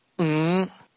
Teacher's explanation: The Cantonese number 5 is pronounced with a low rising tone.